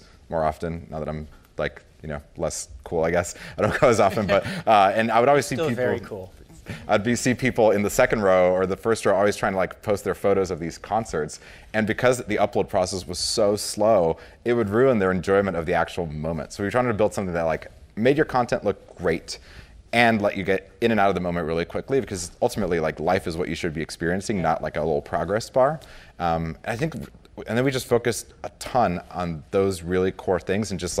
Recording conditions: live audience